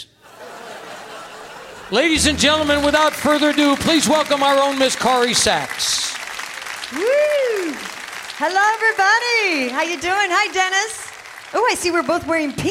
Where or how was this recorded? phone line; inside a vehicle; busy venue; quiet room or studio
busy venue